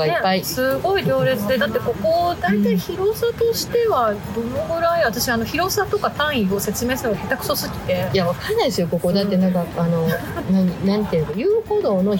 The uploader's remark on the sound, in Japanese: 下北沢ポットキャスターによるマーケットイベントpodcast weekendにて収録。